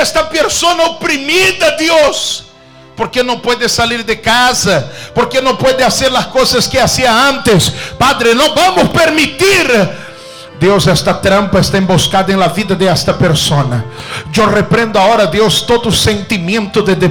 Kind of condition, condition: setting, large echoing room